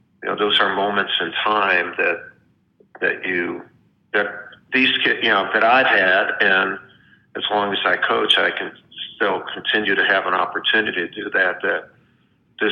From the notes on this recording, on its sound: Spoke over the phone.